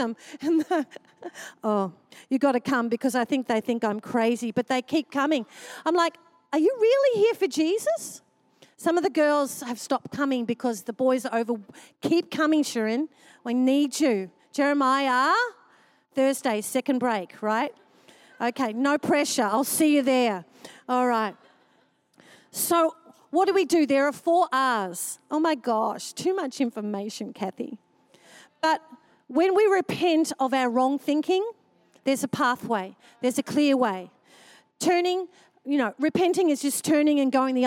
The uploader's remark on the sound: Recorded during our 5pm service on Sunday, the 3oth of April 2023